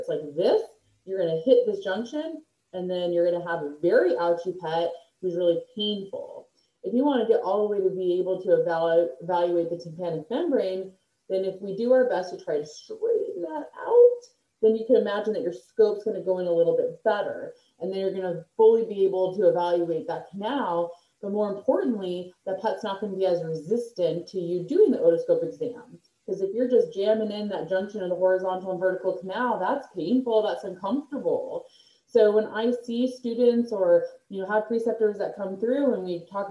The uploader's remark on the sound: Sorry for the poor audio during this recording.